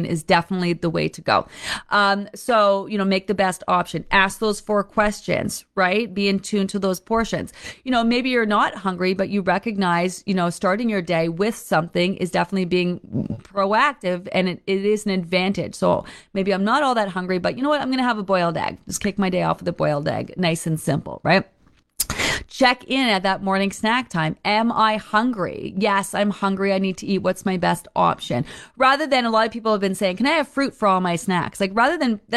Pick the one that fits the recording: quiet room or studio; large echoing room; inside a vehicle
quiet room or studio